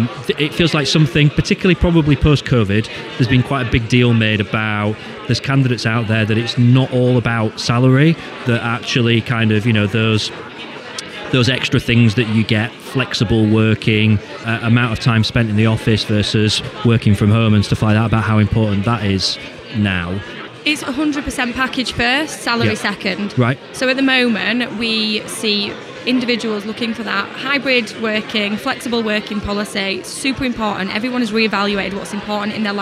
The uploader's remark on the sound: Recorded at the YORBusiness Expo in Leeds in March 2023.